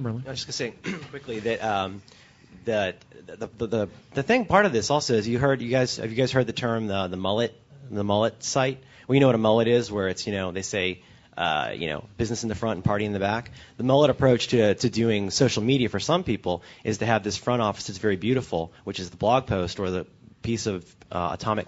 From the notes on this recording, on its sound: At the 2009 Integrated Media Association conference.